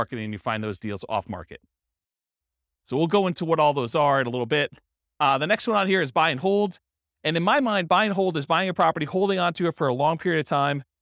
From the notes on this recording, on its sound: In Vallejo, California. This was a live class recorded. The live in-person version.